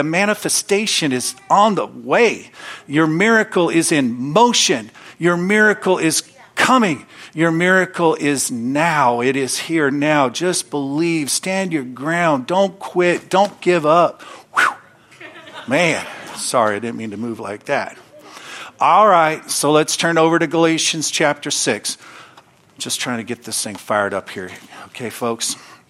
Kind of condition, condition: setting, large echoing room